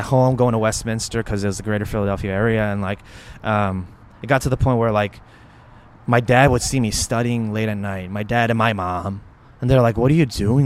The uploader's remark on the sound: Recorded at the KALI National Gathering at Covenant Theological Seminary.